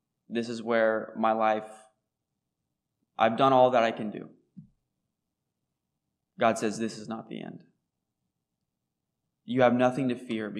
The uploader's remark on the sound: recorded on July 22, 2023, at Ringgold Seventh-day Adventist Church